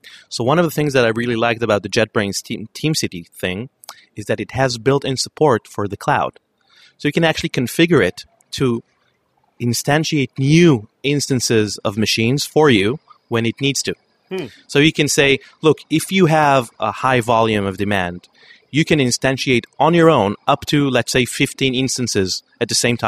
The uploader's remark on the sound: Recorded June 17th in the Fishbowl at the Norwegian Developer's Conference.